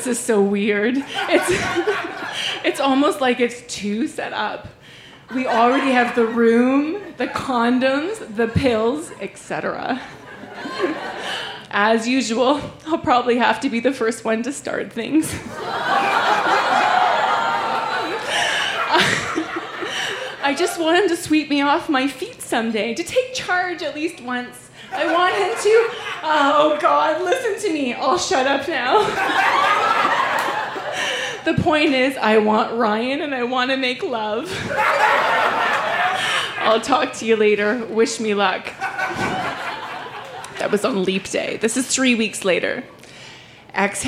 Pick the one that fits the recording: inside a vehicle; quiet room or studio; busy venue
busy venue